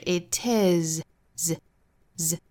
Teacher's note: 那最后的这个 s 呢，对应是浊音的 z 的发音，所以不能是 itis。应该是 it is, z, z.好，这句话我们再用非常慢的速度用英音来读一下。When will I know I'm ready?